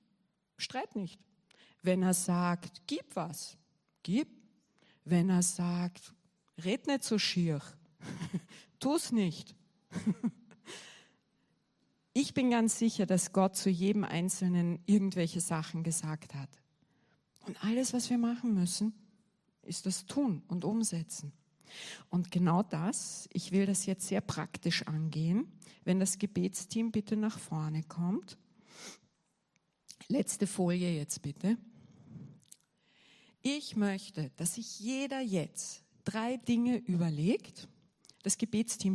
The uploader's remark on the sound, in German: Gottesdienst live aus der LIFE Church Wien.